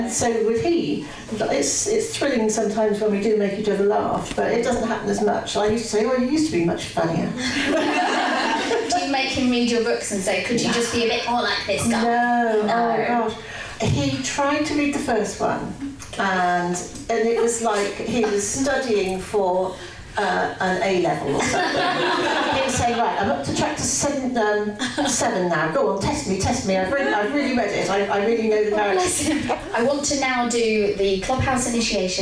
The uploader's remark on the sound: Recorded at a live event in front of an audience at Waterstones Gower Street. Produced by Pineapple Audio Productions.